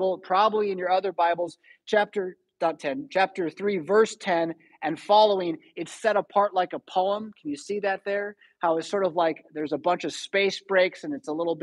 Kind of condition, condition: setting, large echoing room